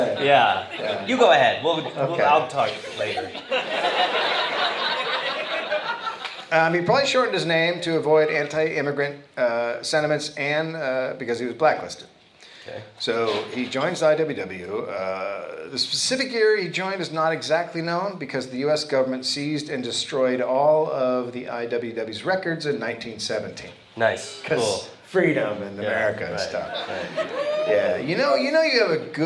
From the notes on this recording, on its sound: Recorded live at Wiseguys in Salt Lake City.